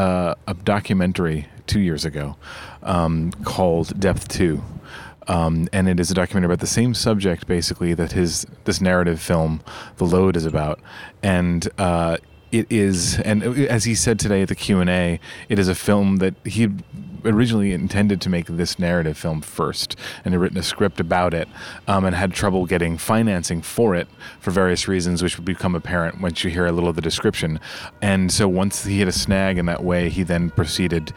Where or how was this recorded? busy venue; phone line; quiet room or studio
busy venue